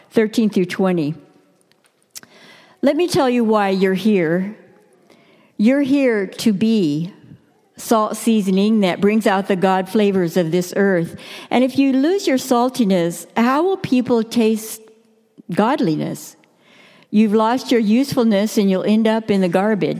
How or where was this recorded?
large echoing room